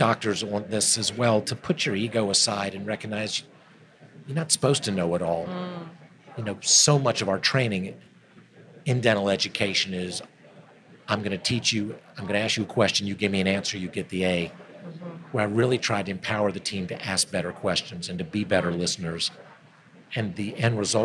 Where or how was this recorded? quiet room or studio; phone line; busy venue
busy venue